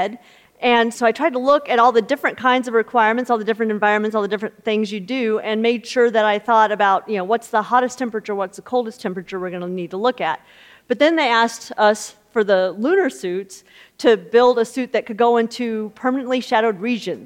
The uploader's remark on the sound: In this conversation from the Future of Everything festival in May